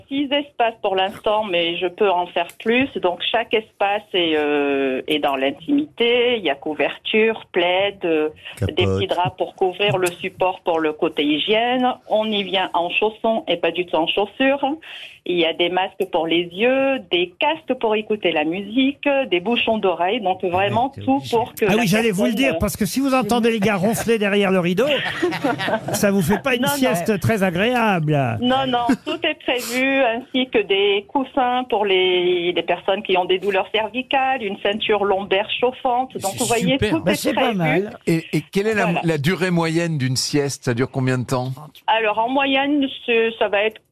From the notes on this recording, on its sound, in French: LA COUP DE FIL DU JOUR. Au téléphone des Grosses Têtes.